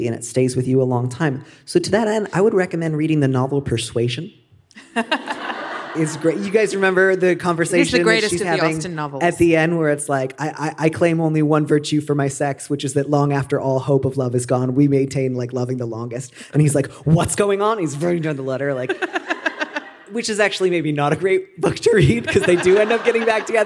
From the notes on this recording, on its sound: Recorded live at Storey Hall in Melbourne, Australia.